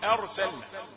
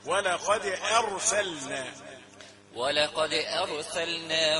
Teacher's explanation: همزة أرسل، بين الفرق الذي بينها وبين الراء، مش أرسلنا الاثنين قريبين من بعض. همزة رقيقة، راء مفخمة، أرسلنا